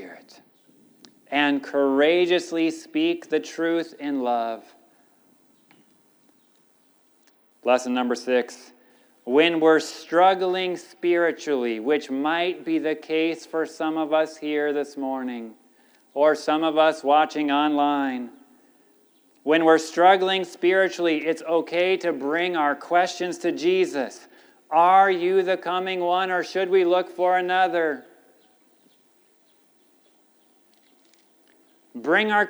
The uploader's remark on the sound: This sermon was recorded at Middle East University Church.